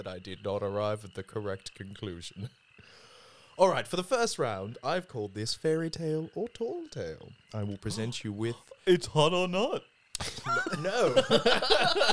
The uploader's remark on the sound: This episode is recorded on location in the swamp